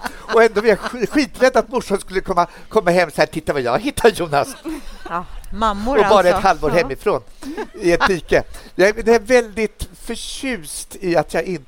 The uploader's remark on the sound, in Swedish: LIVE från Stockholms Kulturfestival